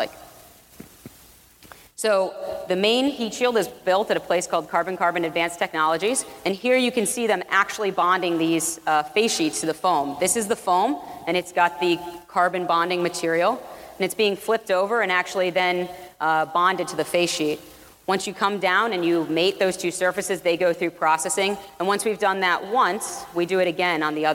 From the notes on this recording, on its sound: a talk from earlier this year from the South by Southwest Music Festival